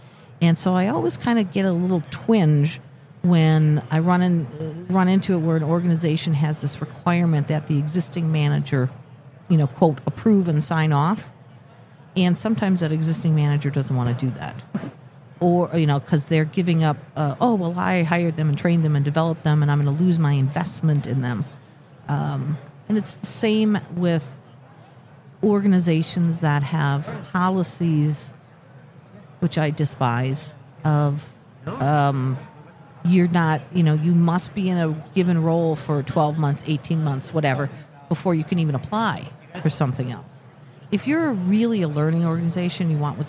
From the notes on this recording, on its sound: Live at the HR tech 2022 conference. We're bringing everything back to our roots at this HR Tech conference.